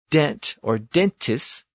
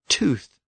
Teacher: And it's the source of the words dental, dentistry, and dentist. But under Grimm's law, the D sound had shifted to a T sound